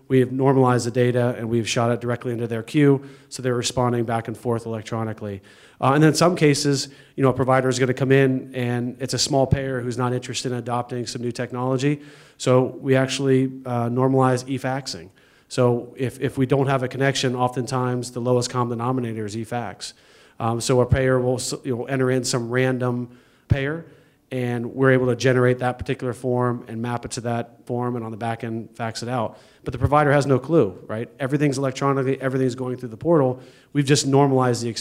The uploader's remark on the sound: This is the audio recording from the live event